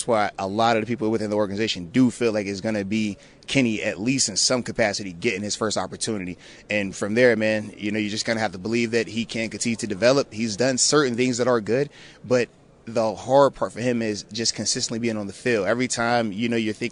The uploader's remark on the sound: live from the draft combine